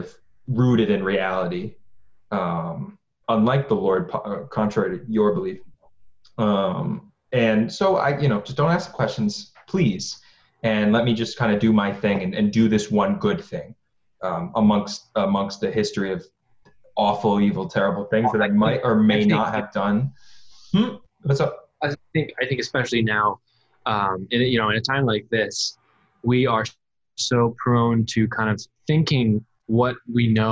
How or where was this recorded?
video call